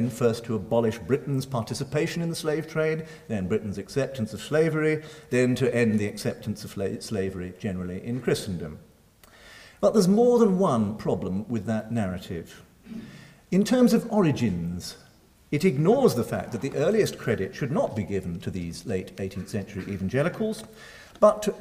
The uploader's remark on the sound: Recorded Tuesday 1 May 2012 at St Cecilia's Hall, Edinburgh.